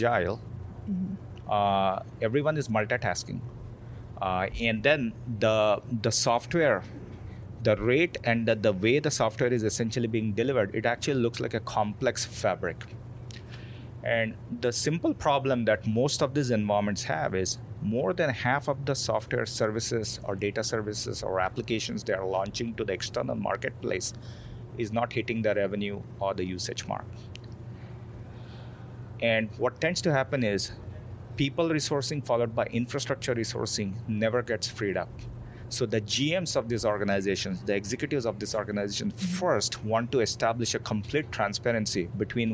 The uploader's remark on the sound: Recorded live, from the beautiful courtyard at Foreign Cinema, in San Francisco's Mission district.